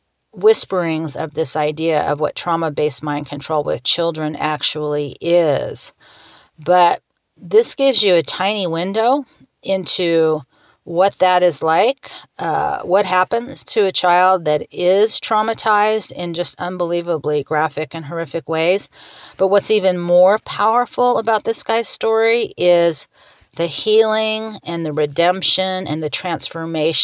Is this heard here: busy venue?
no